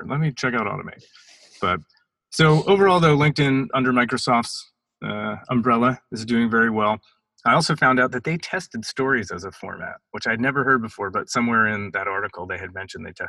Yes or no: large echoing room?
no